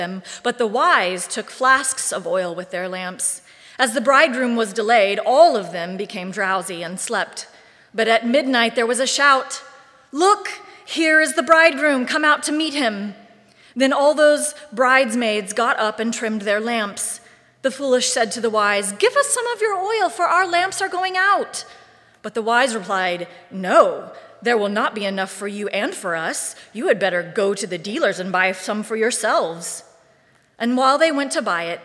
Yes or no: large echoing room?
yes